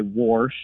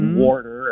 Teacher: I hear a lot of old folks say warsh and things like warder, and so I hear that extra R get added occasionally · Term: R insertion